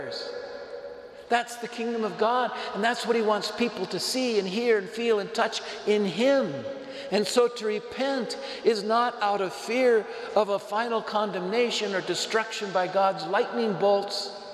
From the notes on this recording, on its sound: Homily delivered to the Catholic Community of Saint Francis, Cuenca, Ecuador